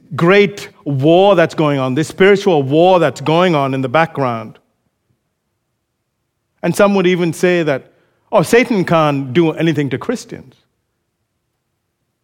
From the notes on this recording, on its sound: recorded live at Grace Community Bible Church